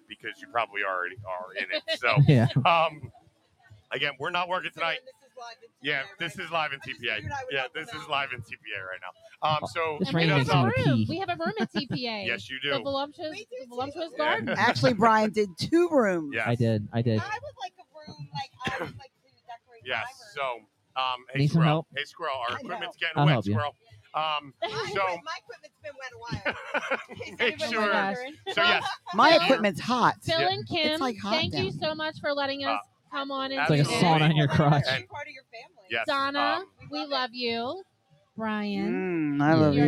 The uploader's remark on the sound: LIVE from the TPA pool